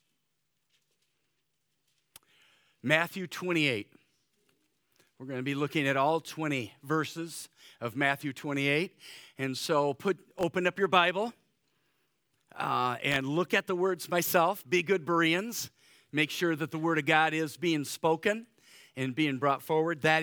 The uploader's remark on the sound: Easter Morning service